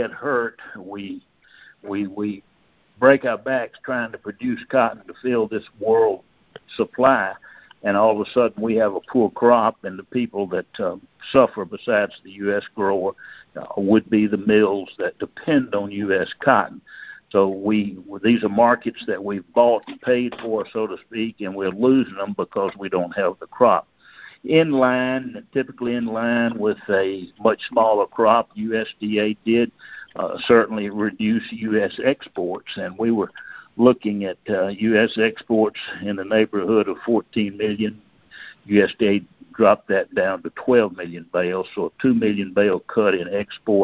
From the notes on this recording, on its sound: August 2022 Monthly Conference Call On Cotton.